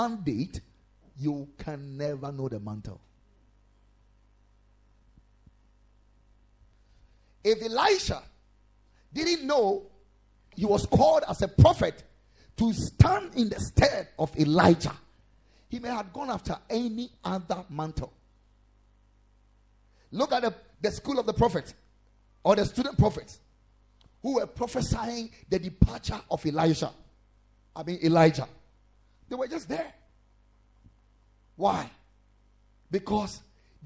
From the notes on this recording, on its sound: Preached at the Ekklesia Chapel.